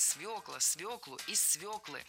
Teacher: Правильный вариант – свекла, свеклу, из свеклы. В этом слове должна быть «ё», и нельзя ее заменять, и переносить ударение на окончание тоже не следует.